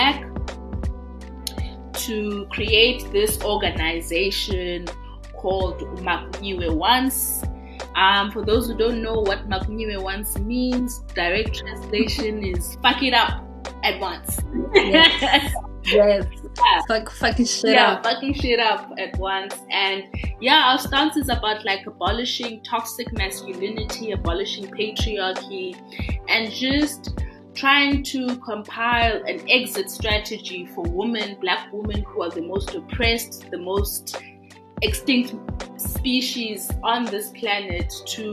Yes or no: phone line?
no